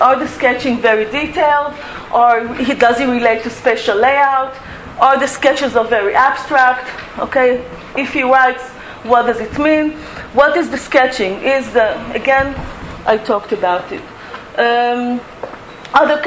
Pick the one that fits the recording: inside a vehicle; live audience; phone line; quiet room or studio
live audience